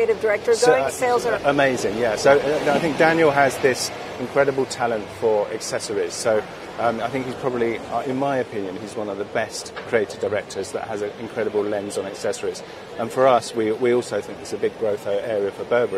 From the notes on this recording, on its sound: Outside Bond Street station in London, which the brand renamed "Burberry Street station" to promote its show.